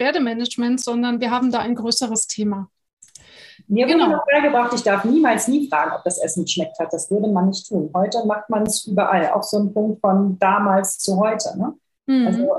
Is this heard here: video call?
yes